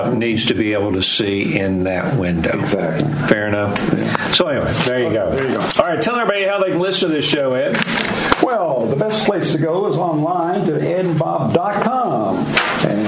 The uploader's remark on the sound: LIVE from Tootsie’s Orchid Lounge in Nashville!